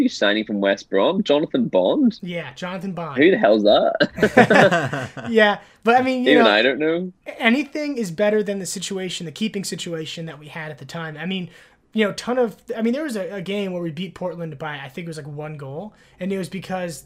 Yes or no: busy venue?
no